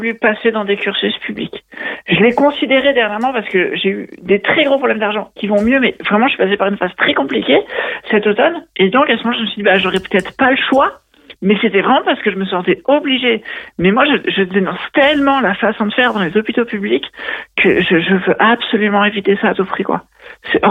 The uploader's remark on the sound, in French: Sont sur les ondes de Radio Pluriel, 91.5FM à Lyon pour l'émission Transe Culture. Au téléphone. Dans le studio.